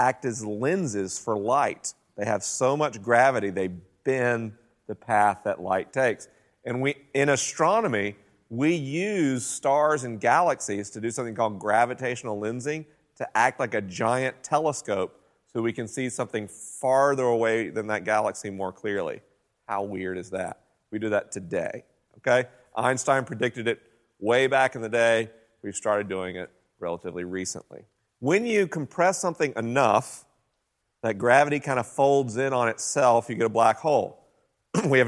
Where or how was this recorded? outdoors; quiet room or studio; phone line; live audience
live audience